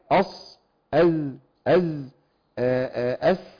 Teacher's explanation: هتلاقي لسانك تحت مش فوق خالص مش بين الثنايا العليا والسفلى. صحيح هو الطرف الحاد ده هيبقى في صفحه الثنايا السفلى.